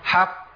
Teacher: بدي زمن زياده شويه، حق، وكاني بجيب قافين، باخد زمن القافين · Term: اعلى مراتب القلقله